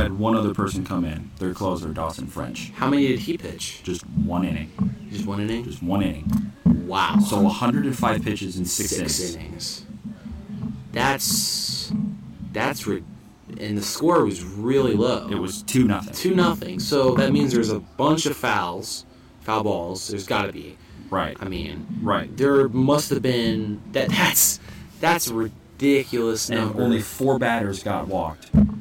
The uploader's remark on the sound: live from Potato Creek State Park for the 23rd Annual CCF Church Campout